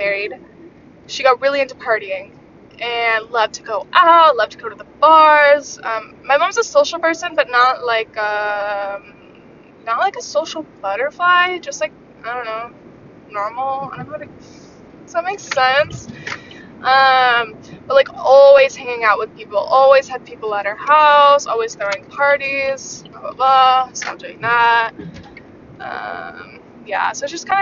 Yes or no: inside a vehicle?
yes